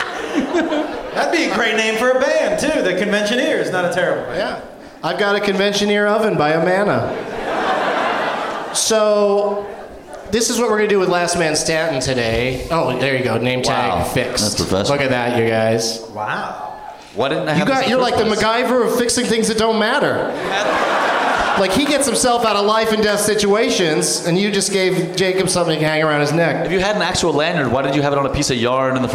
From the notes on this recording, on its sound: Live from the Fort Lauderdale Improv